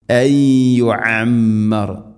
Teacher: മിനൽ അദാബി അൻ യുഅമ്മർ അൻ യുഅമ്മർ, സാക്കിന നൂന് ശേഷം യാ ഇദ്ഗാം ബിഗുന്ന, അൻ യുഅമ്മർ ഐൻ ശ്രദ്ധിക്കുക, തൊണ്ടയുടെ മധ്യഭാഗം, അതുപോലെ മീമിന് ശബ്ദമുണ്ട്, മണിക്കണം.